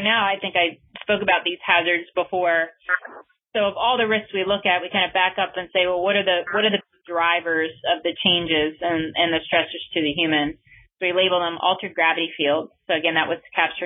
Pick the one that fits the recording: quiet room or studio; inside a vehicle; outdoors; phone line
phone line